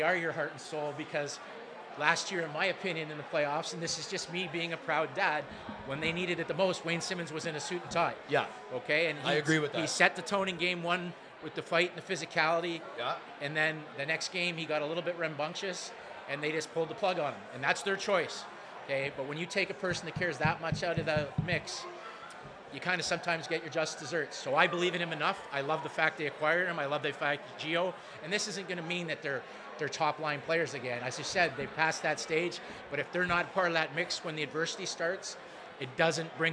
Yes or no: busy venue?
yes